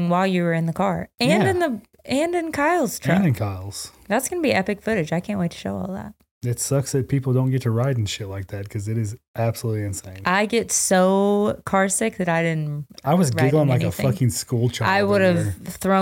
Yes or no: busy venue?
no